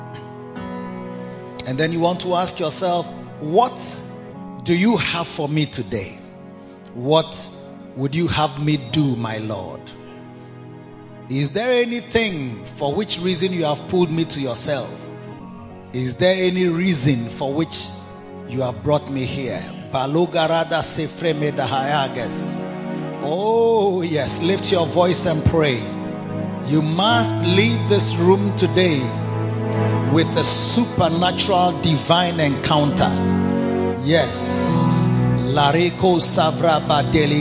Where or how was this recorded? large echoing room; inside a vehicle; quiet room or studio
large echoing room